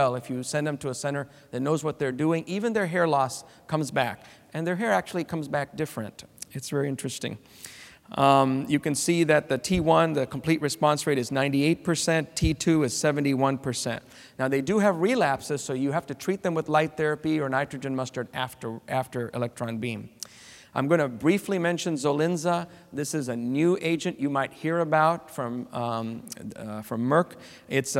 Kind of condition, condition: setting, live audience